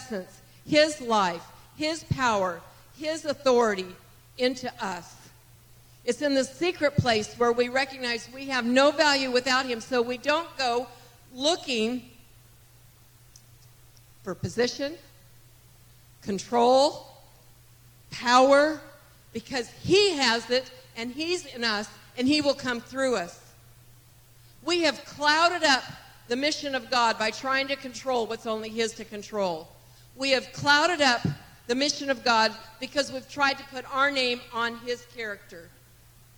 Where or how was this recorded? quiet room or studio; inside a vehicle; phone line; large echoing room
large echoing room